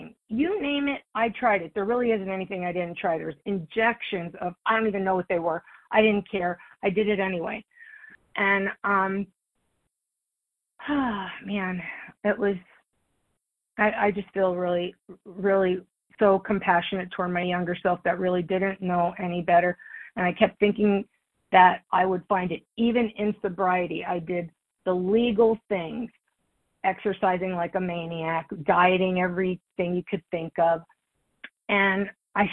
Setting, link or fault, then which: link, phone line